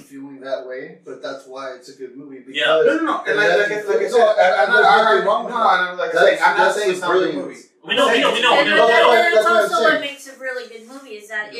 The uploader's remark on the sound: Our apologies for some spotty audio involving a nonfunctional microphone (thankfully we were able to salvage audio from a camera) and fireworks going off down the street at Disneyland.